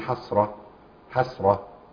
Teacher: لان الهاء هنا التاء المربوطه اذا نونت ووقف عليها نقف عليها بالهاء